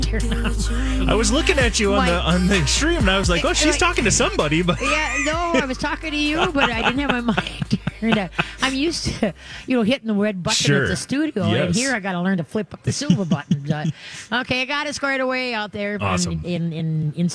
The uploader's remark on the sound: LIVE from the State Fair!